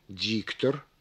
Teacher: Ну, например, произнося слово «диктор», мы выделяем первый слог некоторым усилением, замедлением и понижением голоса · Term: слоговое ударение